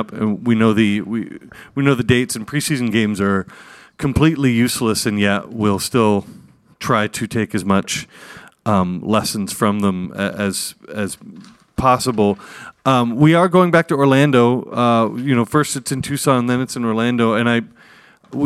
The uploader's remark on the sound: performed live at the Black Hart of St.